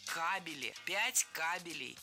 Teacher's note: кабель имеет неподвижное ударение на основе. И прокладывать нужно кабели.